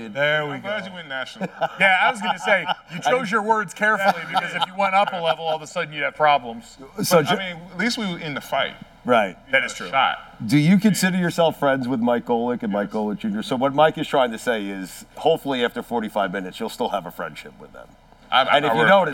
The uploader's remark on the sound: Bonus Episode: God Bless Football Live from NYC presented by Verizon. Broadcast live from Pier 17 in New York City for a bonus edition of God Bless Football.